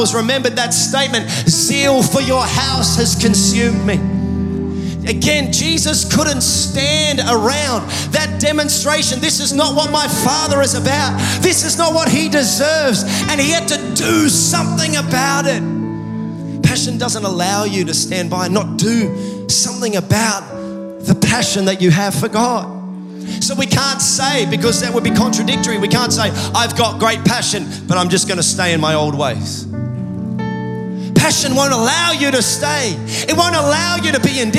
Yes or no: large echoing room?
yes